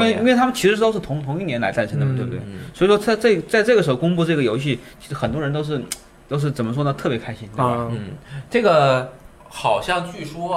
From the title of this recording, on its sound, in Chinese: 2017E3特企现场篇